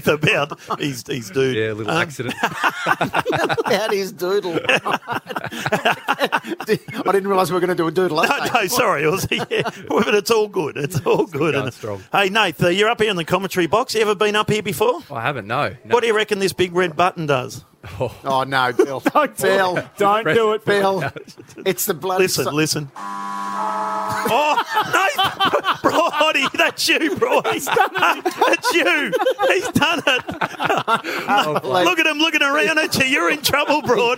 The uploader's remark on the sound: LIVE FROM IKON PARK. Ahead of the Charity Shield Game between Richmond and Collingwood. In the commentary box.